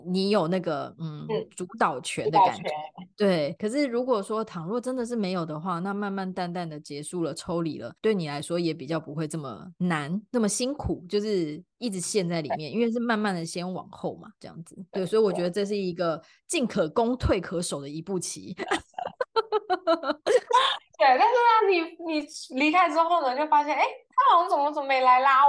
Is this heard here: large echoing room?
no